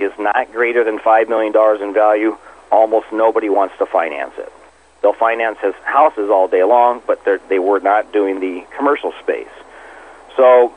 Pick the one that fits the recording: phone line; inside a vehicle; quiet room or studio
phone line